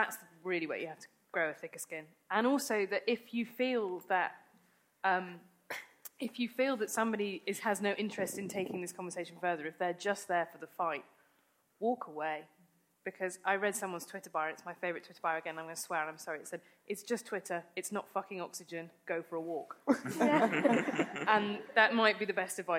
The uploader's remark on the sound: Came together at Conway Hall in London. The debate and the audience question session is here in full.